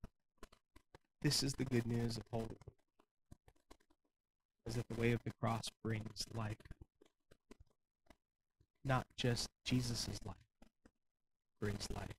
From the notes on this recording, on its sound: We had some issues with the audio recording, so we apologize for the poor sound quality.